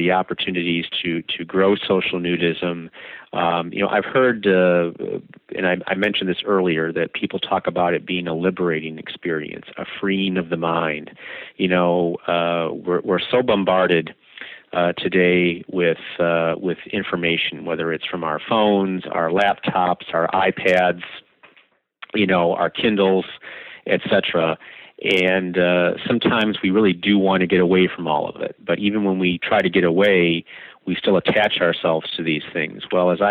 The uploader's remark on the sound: it was redone by telephone due to technical problems